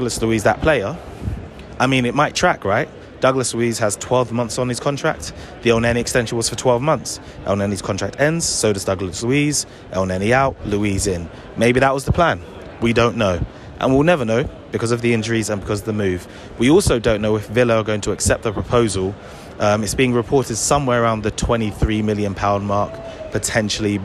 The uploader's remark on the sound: This was recorded slap bang in the middle of London and so you will hear all of the hustle and bustle of a London that is back from the dead.